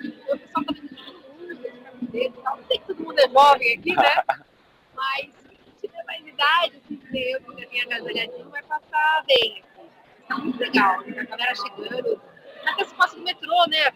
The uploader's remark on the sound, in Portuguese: Momento Coala diretamente do Memorial da América Latina